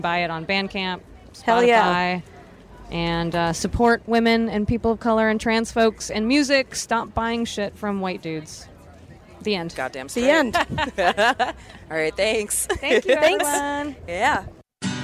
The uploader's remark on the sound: Live from Warped Tour!